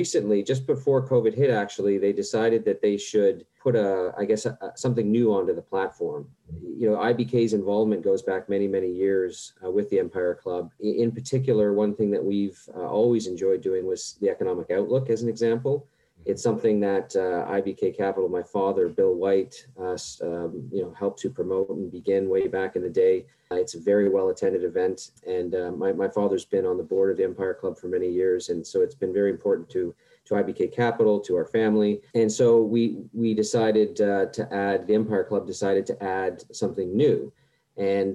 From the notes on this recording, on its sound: at the Global Mining Symposium online conference